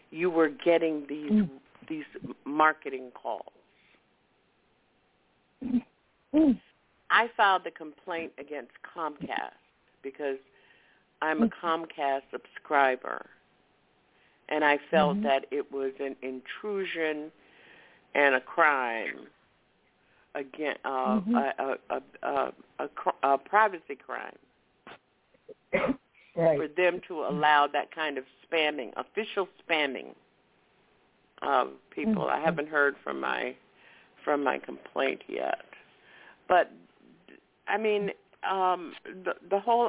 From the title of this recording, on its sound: Follow-up Call-In Session